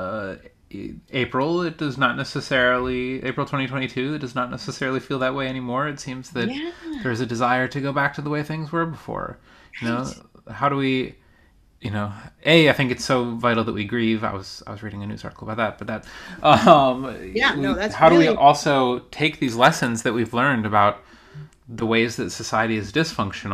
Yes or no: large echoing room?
no